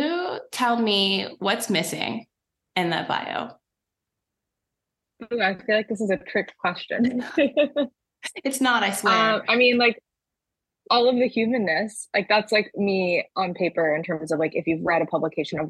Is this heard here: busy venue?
no